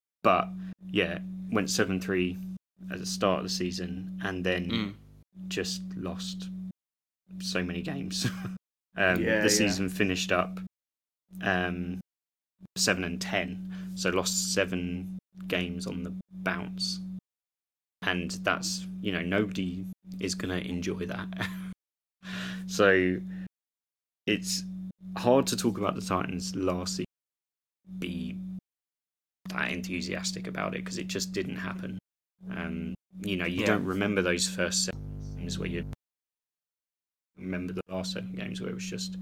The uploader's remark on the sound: I will sort my microphone! Sorry for low hum and cutting out.